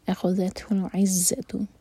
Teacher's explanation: اخذت تا پر ہمس، اخذته العزۃ یہاں پر زا پر بزنگ ساؤنڈ